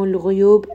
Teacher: غين is going to be heavy. It is a permanently heavy sound. Anytime you have غين، it will be heavy.